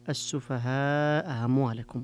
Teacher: الوجه الآخر تسهيل الهمزة الثانية، إبقاء إثبات الهمزة الأولى وتسهيل الهمزة الثانية